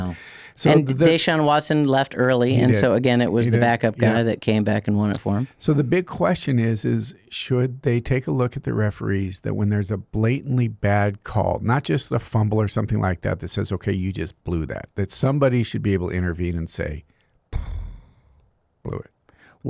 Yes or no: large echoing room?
no